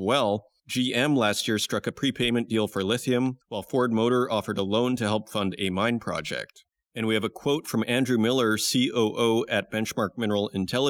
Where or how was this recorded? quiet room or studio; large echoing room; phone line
quiet room or studio